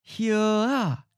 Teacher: Here sounds like a 7th tone mid-flat.